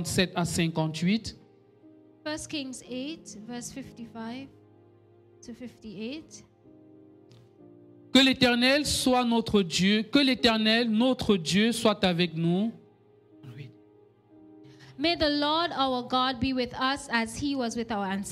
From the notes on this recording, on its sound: Preached during Joyful Hour Sunday Service